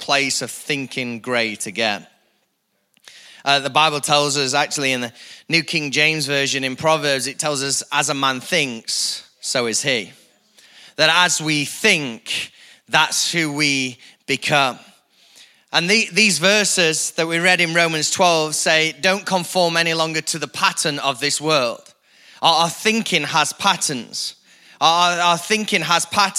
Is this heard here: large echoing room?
yes